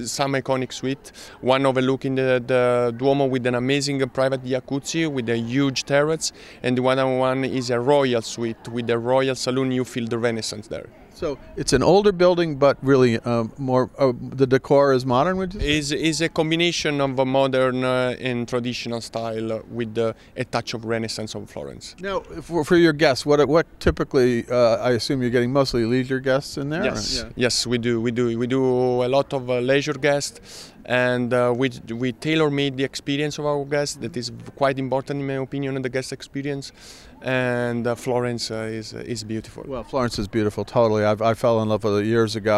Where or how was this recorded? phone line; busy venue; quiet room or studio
busy venue